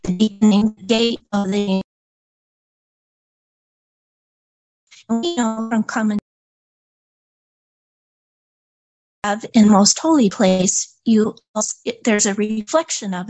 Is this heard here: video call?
yes